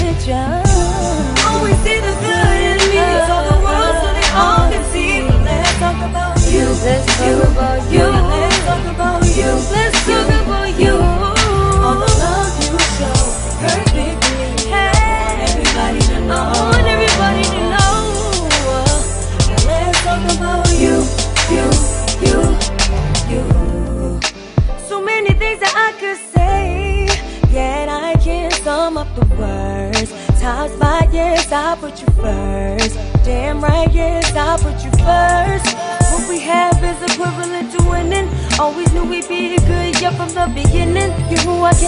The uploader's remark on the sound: The best moments from our live broadcast from the monthly networking event Arts, Beats, &#38; Eats which was held on May 6th, 2012. The best moments from our live broadcast from the monthly networking event Arts, Beats, & Eats.